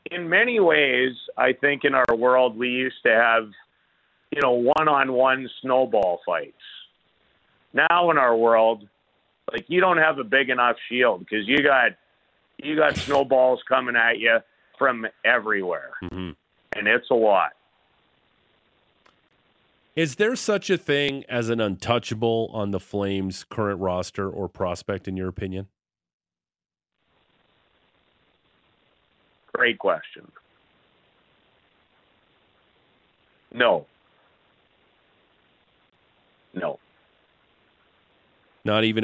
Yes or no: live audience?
no